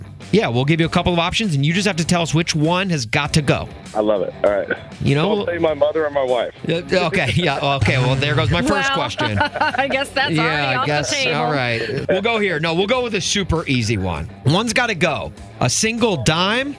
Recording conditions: phone line